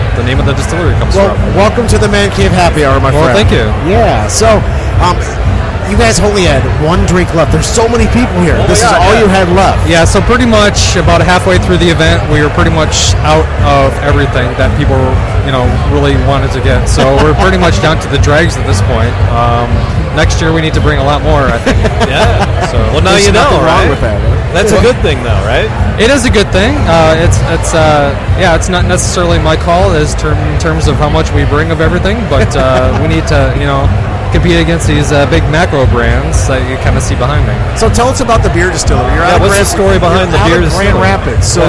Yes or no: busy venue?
yes